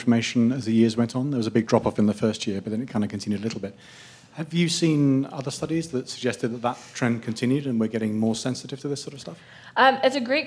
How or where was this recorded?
busy venue